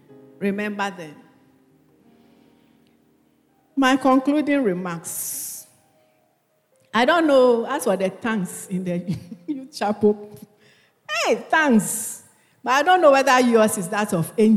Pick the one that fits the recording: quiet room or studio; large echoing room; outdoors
large echoing room